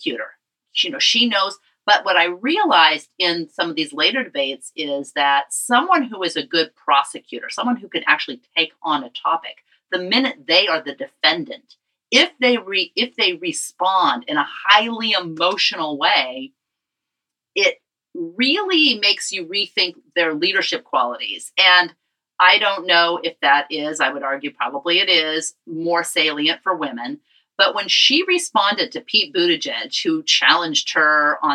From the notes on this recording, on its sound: Pardon the sound quality